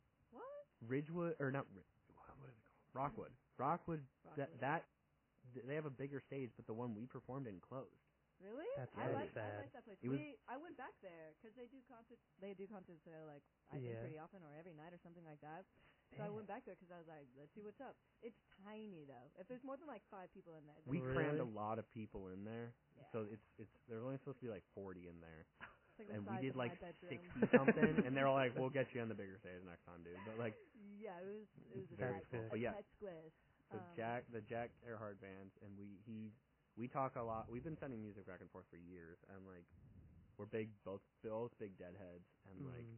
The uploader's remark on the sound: If you’re shocked by the audio quality, so are we! Nobody knows why or how this happened. Pretend ur listening to an old, mangled radio show.